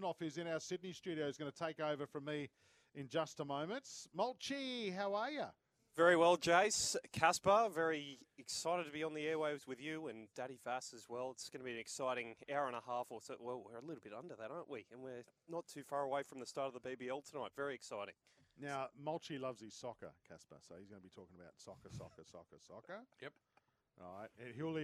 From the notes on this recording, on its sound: live from the Gabba